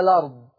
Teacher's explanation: هنقل الفتحة اللي على الهمزة، هتروح فين؟ هتروح لحرف اللام، فيصير اللام مفتوحة فتنطق الأرض، فتنطق الأرض. · Term: النقل